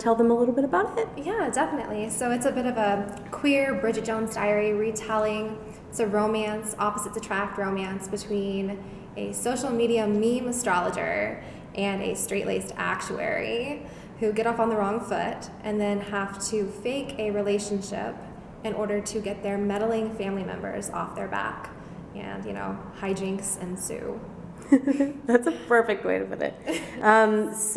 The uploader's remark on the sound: LIVE on the show floor at PLA 2020